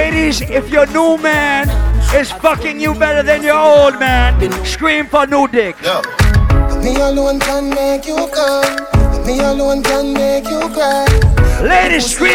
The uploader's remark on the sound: Live party audio! Live at Island Saturdays.